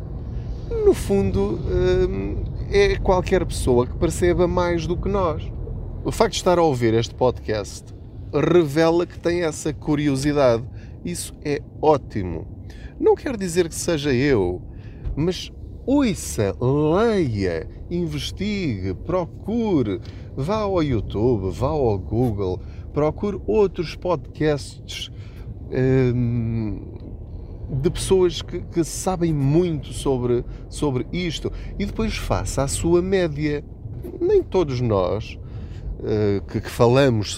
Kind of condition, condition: setting, inside a vehicle